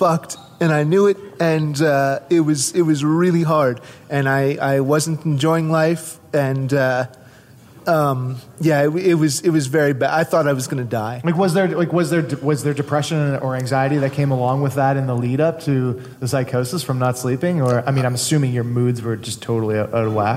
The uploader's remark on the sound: Live from the Atlantic Podcast Summit